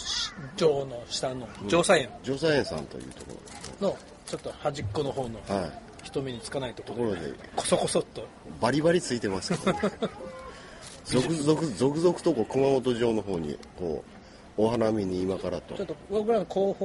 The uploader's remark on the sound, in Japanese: 熊本城の下でお花見しながら収録しました